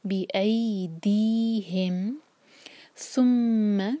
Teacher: مین پر غنہ، دو seconds کا ٹائم دیں گے